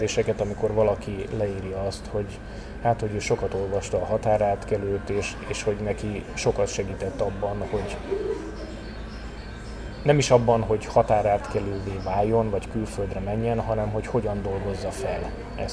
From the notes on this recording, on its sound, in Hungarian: kihasználtam a kávéházi találkozót és én is készítettem vele egy felvételt